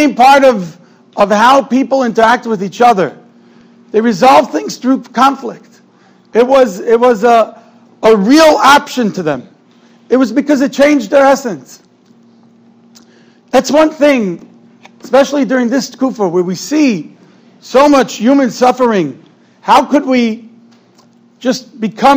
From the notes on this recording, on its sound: Shiur recorded in Yeshivas Ohr Reuven, Monsey, NY.